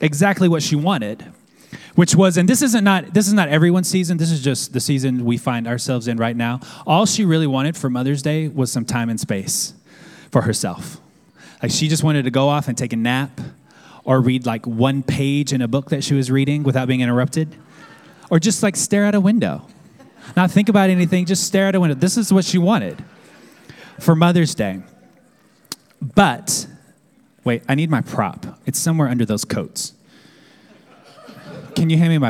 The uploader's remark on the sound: at our Downtown Manhattan Community on Sunday, December 22nd